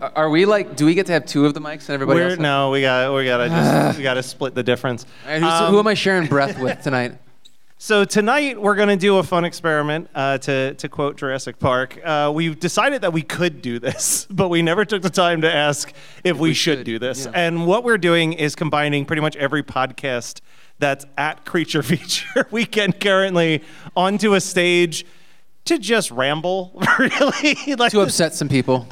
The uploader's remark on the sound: Live at Creature Feature Weekend. We recorded a live panel at Creature Feature Weekend in Gettysburg.